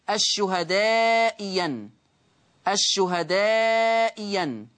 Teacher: أبدلت الثانية ياء مفتوحة، أبدلت الثانية ياء مفتوحة هكذا، الشهدائيًا، الشهدائيًا، لاحظوا الشهدائيًا أبدلت الثانية ياء مفتوحة الشهداء ين.